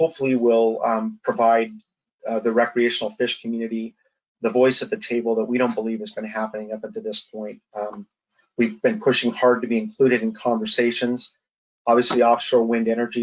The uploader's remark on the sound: This special edition of the podcast is a recording of the webinar